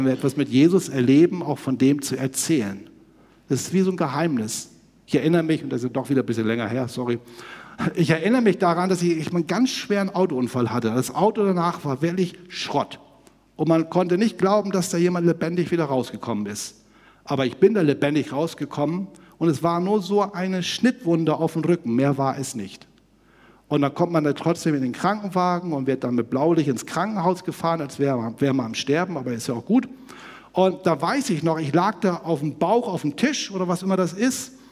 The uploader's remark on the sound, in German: aus dem Einführungsgottesdienst der Missionsberg-Gemeinde (LM)